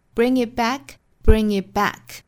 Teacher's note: bring,应该是 bring,bring。在发这个音的时候要靠口腔后部软腭去和舌根贴合发。Bring it.那再跟后面的元音做连读呢这个音我们就能听得很清楚啊应该是一个 nge, nge, bring it back, bring it back. It,这个 t 的发音做失去爆破因为后面恰好也是一个爆破辅音。 Bring it back, bring it back.这里面的 back,我们注意英式发法其实更倾向于发一个上下开口度比较大的一个 r 的音 back. Bring it